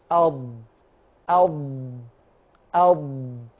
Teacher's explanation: بس وانت بتضغط هتلاحظ ان لسانك الطرف الامامي للسان يلامس الاسنان الاماميه، اض أض أض، بيلامس مش بيضغط، يلامس، عشان كده بنسميها منطقة التلامس، عشان كده واخدة لون آخر، يبقى اللون الأزرق منطقة الضغط والاتكاء، لكن طرف اللسان في الأمام منطقة تلامس.